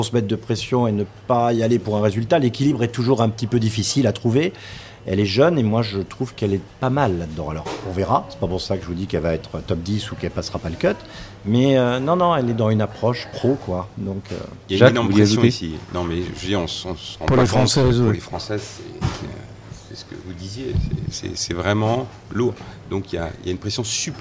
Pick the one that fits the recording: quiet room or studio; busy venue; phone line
busy venue